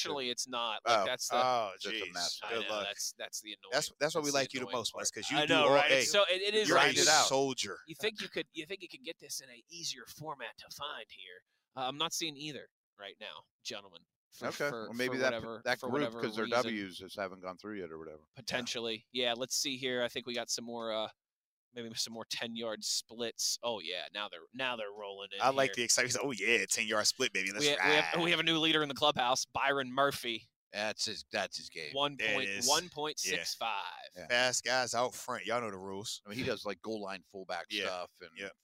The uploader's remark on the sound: LIVE from the NFL Combine